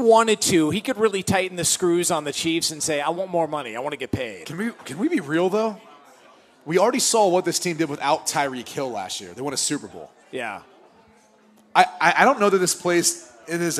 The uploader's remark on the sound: LIVE from Dublin, Ireland for the Aer Lingus College Football Classic